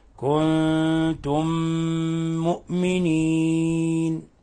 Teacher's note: أضغمنا الميم الأولى في الميم الثانية فصار عندنا ميما مشددة تعطى غنة مقدارها حركتين · Term: إضغام مثلين صغير